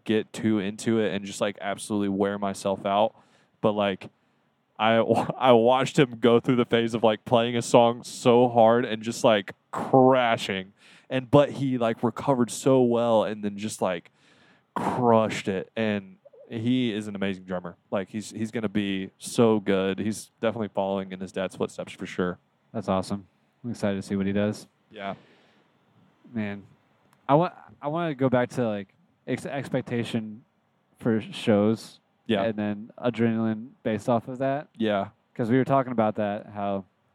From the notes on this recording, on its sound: as they travel back to Charlotte